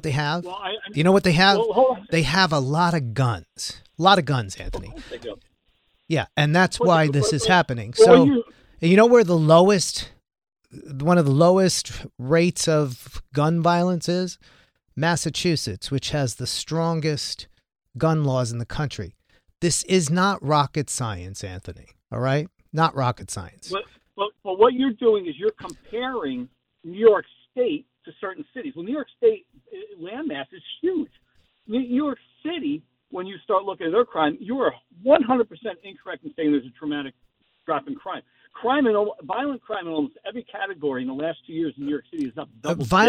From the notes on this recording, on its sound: called in to my SiriusXM program